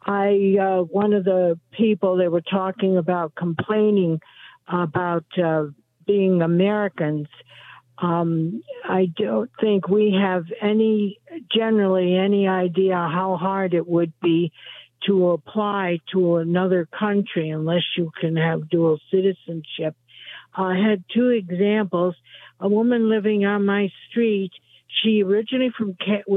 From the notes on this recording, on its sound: your phone calls in open phones across America